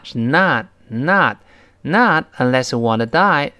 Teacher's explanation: 那个 not 最后的它失去爆破了